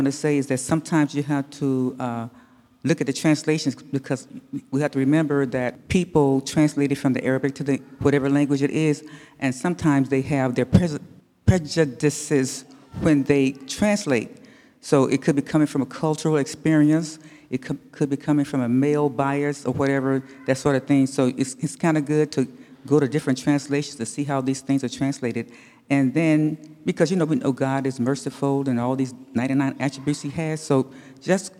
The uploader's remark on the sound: Answers questions from the congregation and facilitates discussion.